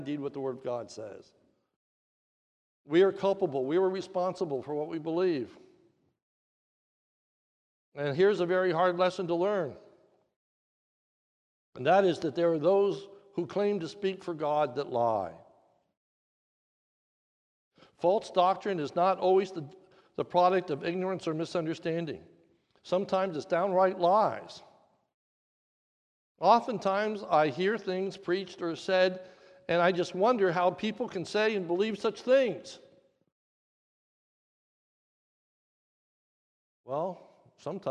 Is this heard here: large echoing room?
yes